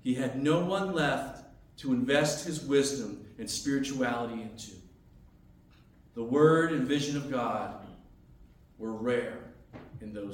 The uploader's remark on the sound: as delivered on Sunday, January 14, 2023 at North Branch Reformed Church